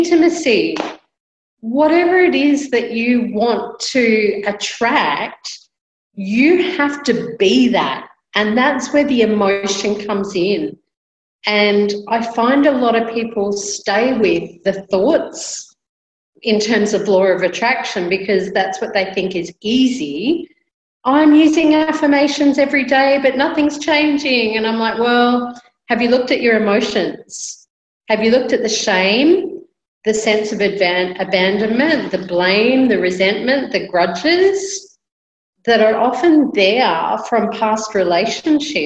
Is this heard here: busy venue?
no